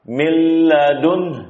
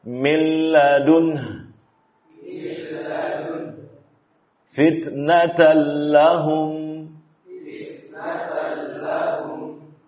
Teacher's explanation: Kita leburkan nun tersebut kepada lam, baik secara zat maupun secara sifatnya · Term: Idgham kamil